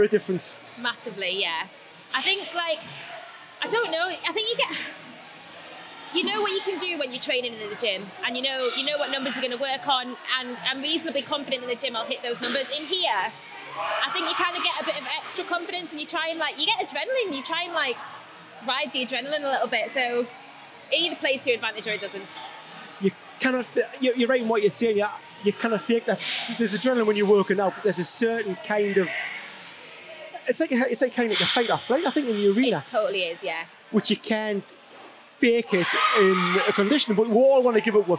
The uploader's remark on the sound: This week's episode comes from the wonderful and exciting in-house competition held every year at the award winning Crossfit Northumbria. Letting the YHHS record an episode live during the hustle and flurry of the North East premiere crossfit athletes.